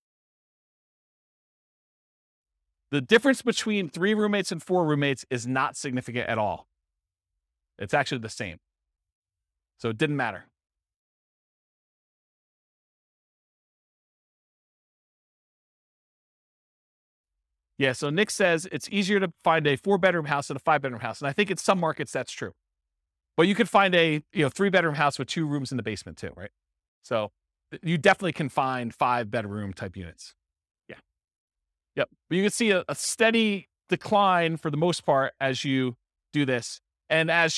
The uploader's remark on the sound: This was a live class recorded